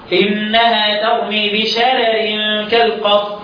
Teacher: يبقى كلمه شرر وفي شرر عنه عن ورش يرقق كلهم، كل اصحابه رققوا الكلمه دي رغم ان الراء الاولانيه مفتوح وقبلها مفتوح، مش مسبب للتدقيق الا انه رقق تبعا للراء التي بعدها. · Term: الترقيق